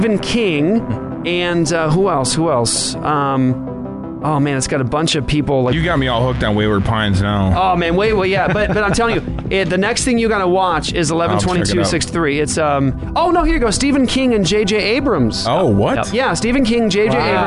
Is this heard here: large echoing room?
no